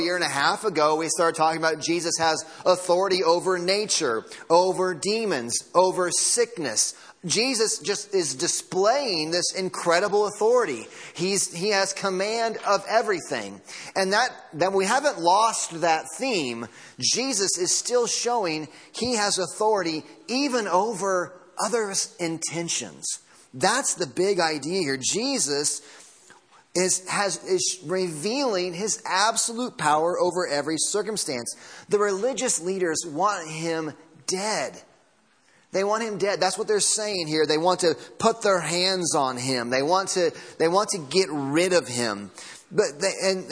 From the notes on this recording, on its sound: Sunday Morning Sermon Audio